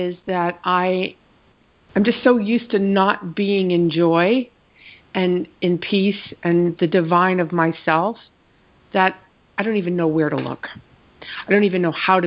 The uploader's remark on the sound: ACIM Daily Conference Call